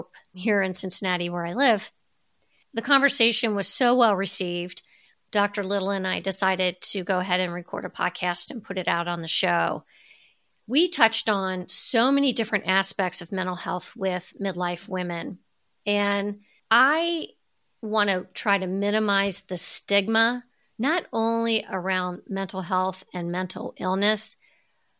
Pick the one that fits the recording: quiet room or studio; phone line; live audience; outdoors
quiet room or studio